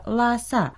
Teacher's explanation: «ла» произносится в первом тоне, а «са» читается в четвертом тоне.